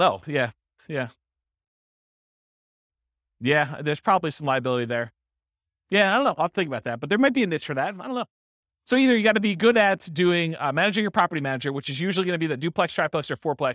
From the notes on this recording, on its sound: This was a live class recorded